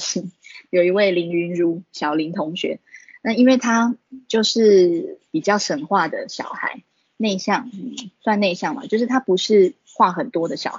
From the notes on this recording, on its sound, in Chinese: 此為線上課程錄音檔！